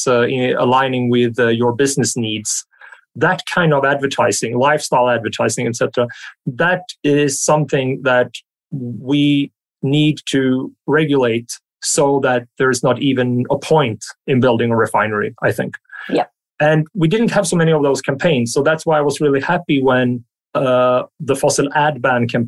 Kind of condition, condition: link, video call